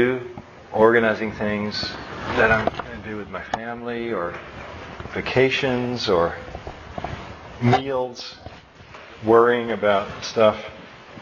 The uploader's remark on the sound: My final lecture in my Philosophy and Computers class at SJSU in Fall, 2005.